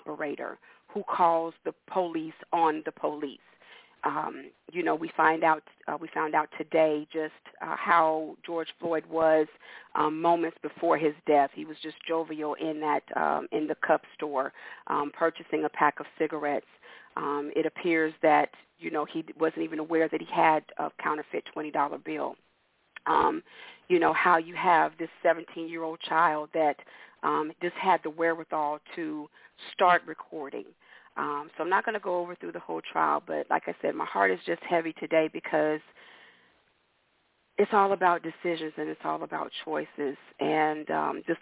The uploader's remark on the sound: Your phone calls.